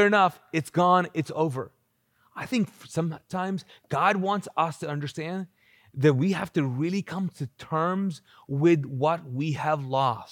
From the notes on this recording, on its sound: This podcast was recorded live from the Mosaic Church "Hope Center" in Charlotte North Carolina.